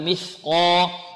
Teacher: والقاف مفخمة لأن حروف خص ضاد ينقض، والألف بعدها مفخمة لأن تتبع قاف